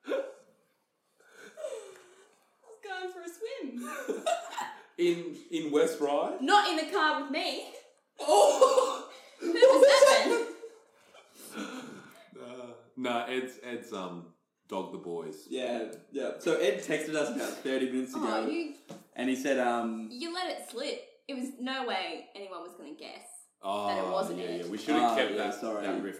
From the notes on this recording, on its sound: Apologise about the echo, were still testing our setup!